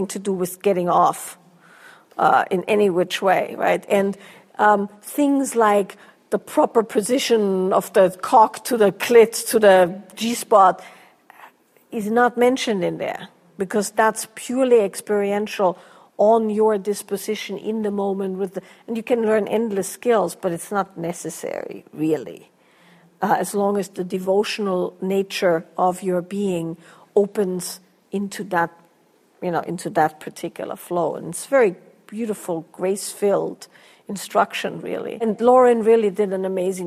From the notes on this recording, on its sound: a Q&A from their Lineage and Liberation Workshop